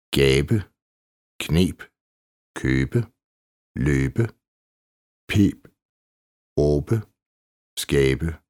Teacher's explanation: Blødt B. Nogle gange udtales B nærmest som et dansk U, når det står inden i eller i slutningen af ord. For visse ord er dette en fast udtale.